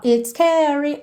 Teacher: It's termina em S. Scary começa em S. Você junta no S só.